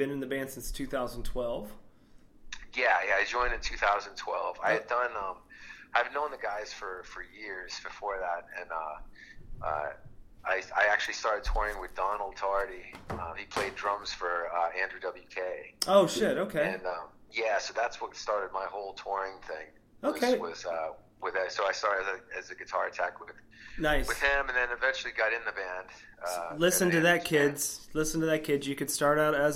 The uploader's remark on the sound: Just a quick call in Interview